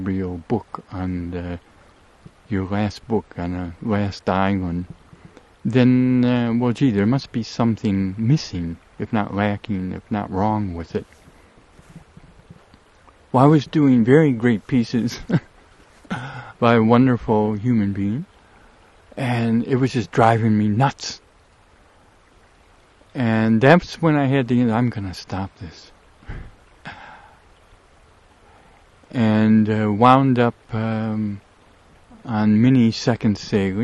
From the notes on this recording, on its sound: RECORDED above 6 Mile Meadow, West Forth of the WALLOWA RIVER, Eagle Cap Wilderness, OREGON. I ran out of Sun2Sound, so this is just the first part.